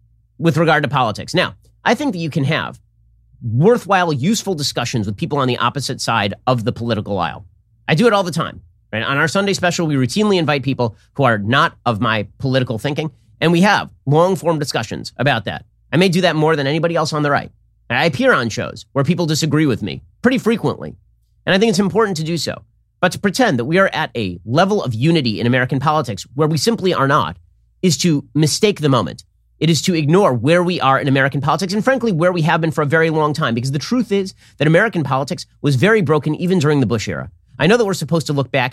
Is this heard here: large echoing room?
no